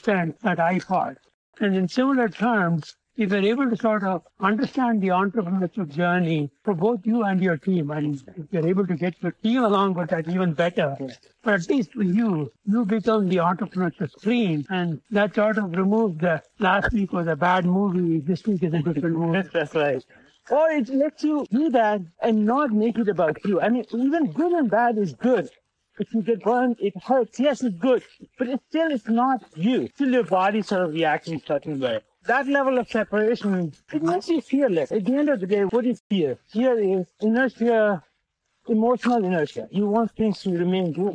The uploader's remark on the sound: While hiking in the beautiful foothills of Palo Alto.